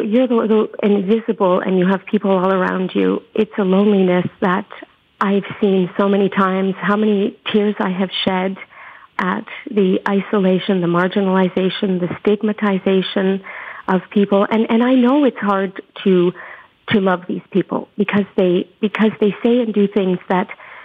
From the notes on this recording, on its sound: reached her by phone